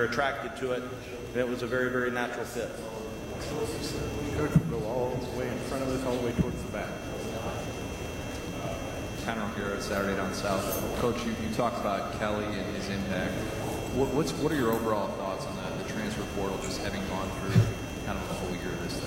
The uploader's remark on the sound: Main Room Press Conference